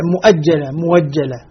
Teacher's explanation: وبعد الضم يسمع واوا مبدلة من الهمزة